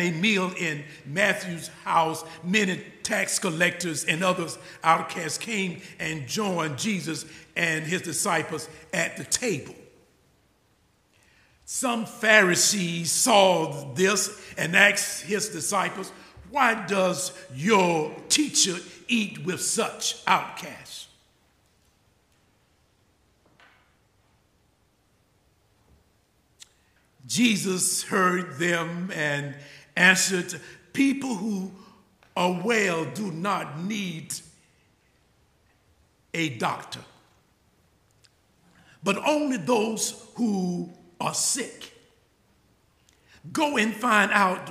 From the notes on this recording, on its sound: The conversation is followed by the prayers, music, and sermon from Sunday's livestream service. Recorded live each week at First Pres in beautiful historic downtown New Bern, North Carolina.